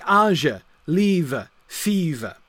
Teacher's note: They're kind of two-syllable words, but they're not two equal syllables, right? The stress is always on that first syllable. You just kind of get a, like a little beat on the terminal E, but it does get pronounced, and it is important for the scansion of the poetry.